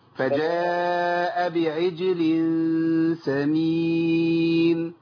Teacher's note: اخش على الهمزه بسرعه واعملش سكته قبلها